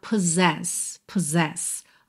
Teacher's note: Aqui é interessante reparar nessa palavra possess, que esses dois S do meio vão ter som de Z